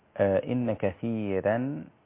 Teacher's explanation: الراء مرققة كما علمنا أن قبلها ياء مدية